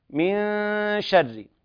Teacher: إخفاء النون مع الغنة عند حرف الشين · Term: الإخفاء الحقيقي